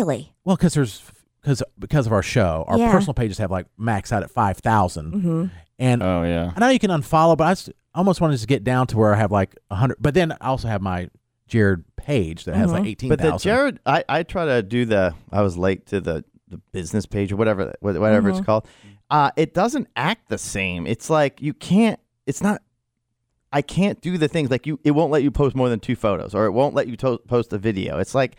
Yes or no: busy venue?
no